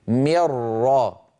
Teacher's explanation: ملا ملا ولا يبقى من النون شيء، مرا يصير النطق براء مشددة ولا يبقى من النون شيء · Term: إدغام كامل